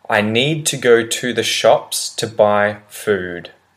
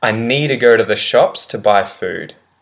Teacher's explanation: need to becomes need da · Shown in: second take